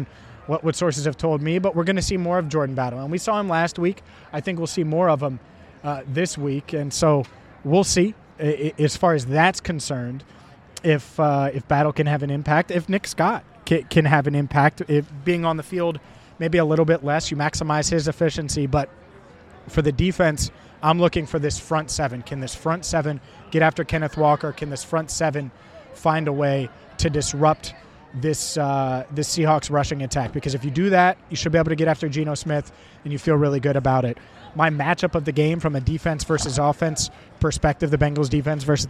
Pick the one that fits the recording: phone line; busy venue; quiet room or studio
busy venue